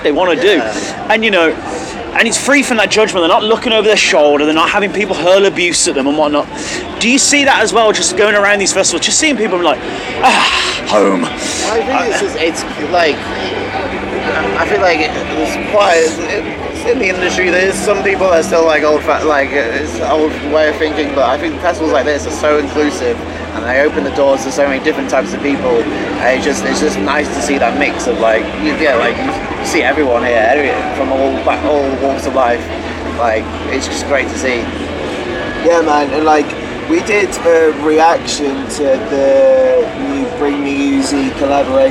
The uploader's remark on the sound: From our 'Live from 2000 Trees 2023' series. Due to the weather and outside noise the audio on this interview isn't the best.